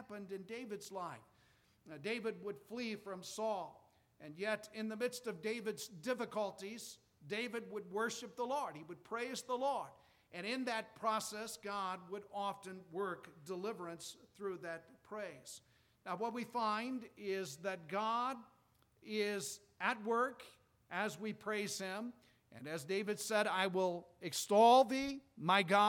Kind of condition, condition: setting, large echoing room